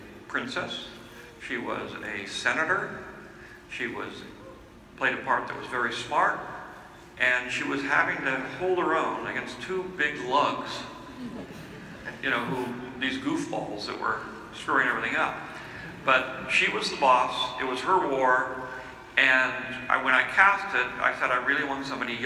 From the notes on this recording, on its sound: Listen to this exclusive live audio from Star Wars Celebration Orlando 2017. This was recorded in person while at the 40th Anniversary panel in SWCO 2017.